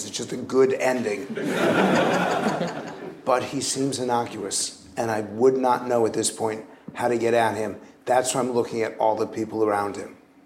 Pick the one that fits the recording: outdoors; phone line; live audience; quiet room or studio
live audience